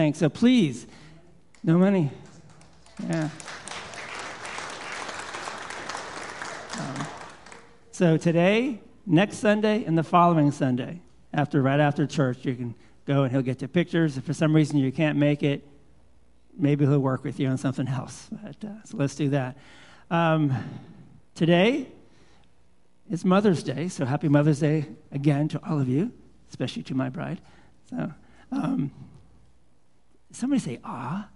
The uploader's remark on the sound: Live Worship Service